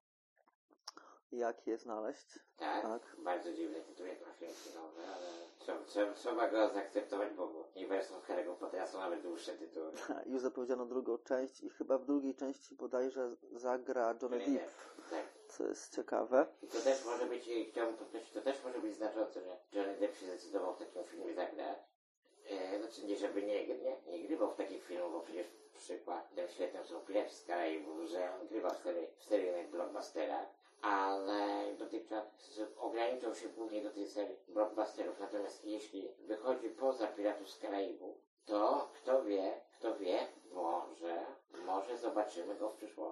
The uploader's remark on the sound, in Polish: Jakość dźwięku zapewne nie jest taka jakiej pragniemy, ale zamierzamy nad nią popracować w najbliższych odcinkach.